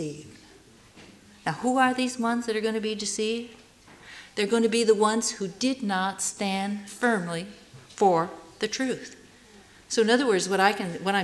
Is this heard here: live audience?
yes